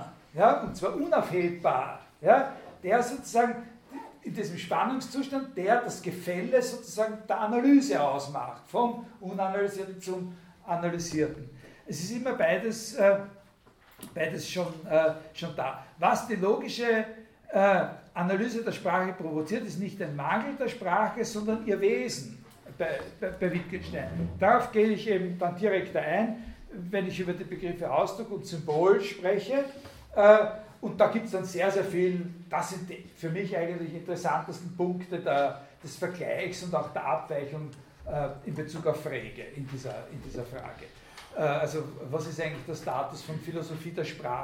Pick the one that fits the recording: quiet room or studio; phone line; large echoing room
large echoing room